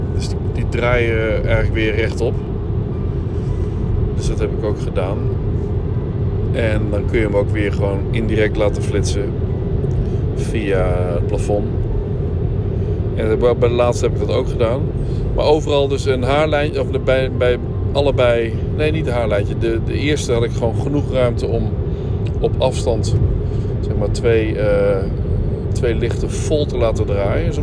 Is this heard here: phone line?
no